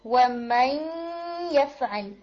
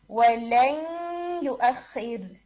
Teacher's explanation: ان دونوں ورڈز میں نا تھوڑا نیزل ساؤنڈ کو اور ایڈ کریں